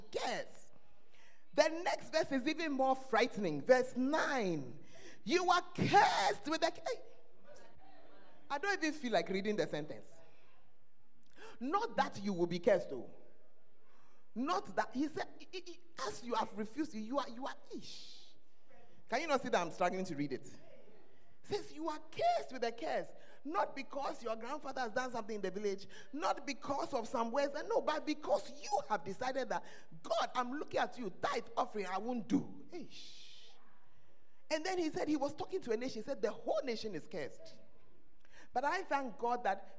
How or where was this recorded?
large echoing room